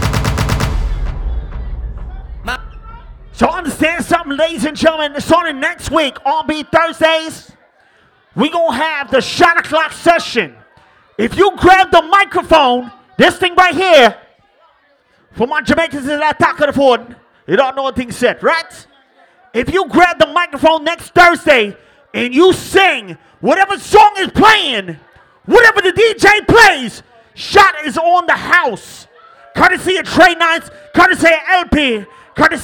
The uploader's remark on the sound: Live Recording